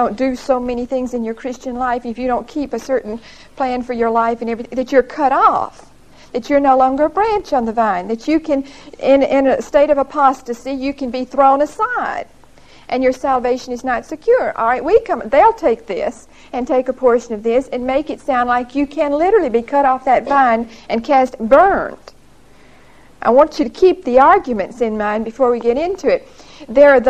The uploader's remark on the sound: Recorded 11/11/1975 at Whitesburg Baptist Church.